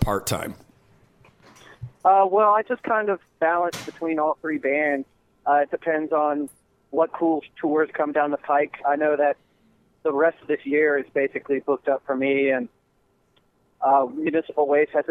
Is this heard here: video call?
no